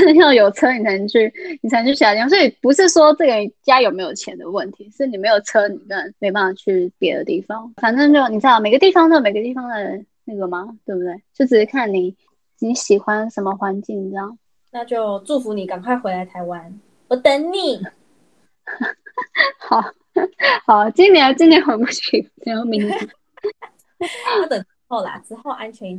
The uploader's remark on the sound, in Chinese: 因為她在美國 所以一樣是用遠距離的錄音。錄音品質沒有到很好 而且網路問題也有稍微小卡。